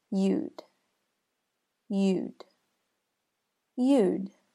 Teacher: And the OU make more of a OO sound, as in boo. And then you hear the D sound.